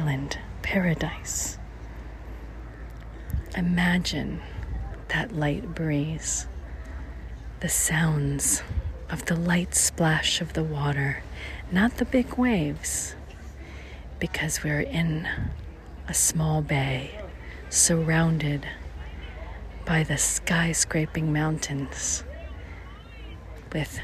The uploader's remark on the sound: St Thomas, United States Virgin Islands. Special Edition On Location Walk and Talk. The first time you ever come, it seems hectic and busy, driving on the opposite side of the road, lots of locals selling their goods.